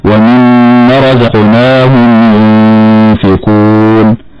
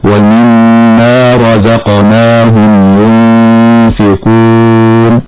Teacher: ومن الأخطاء الشائعة أيضا في كلمة ومما أن نعطي الغنة أكثر من حقها حتى تؤثر على حرف المد بعدها فلا ننطق بحرف الألف، فمن الخطأ أن نقول ومما رزقناهم ينفقون. والصواب إثبات حرف المد بعد الميم التي فيها الغنة · Shown in: second take